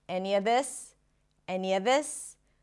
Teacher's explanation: the of is reduced to a schwa, a. He connects the any with a schwa, any-a, any-a, that's the intrusive sound, ya, any-a, and then this.